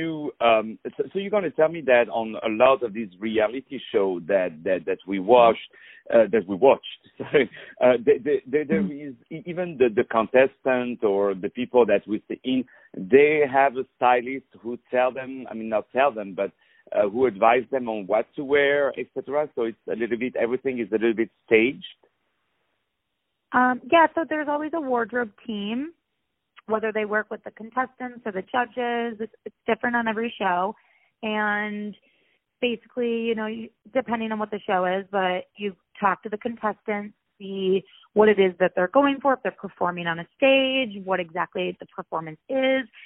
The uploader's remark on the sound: On the phone